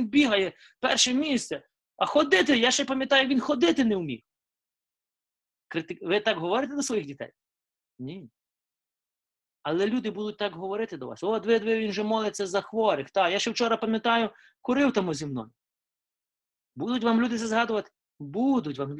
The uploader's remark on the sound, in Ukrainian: Zoom зустріч